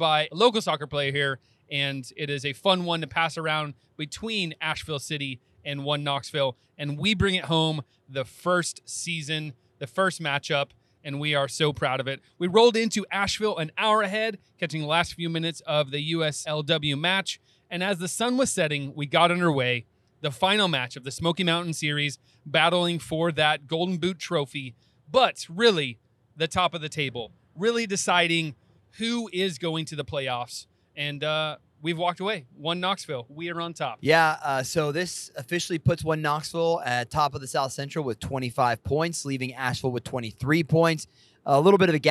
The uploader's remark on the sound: Buckle up for this Car Take, literally, for we recorded it in the wee hours of Tuesday night as we wound our way through the mountains back home to the 865.